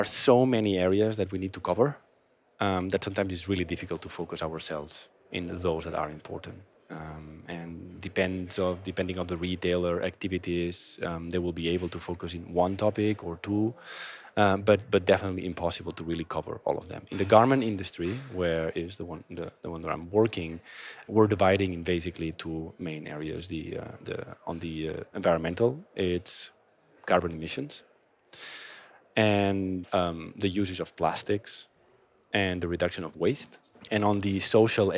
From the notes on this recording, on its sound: Recorded at World Retail Congress 2022.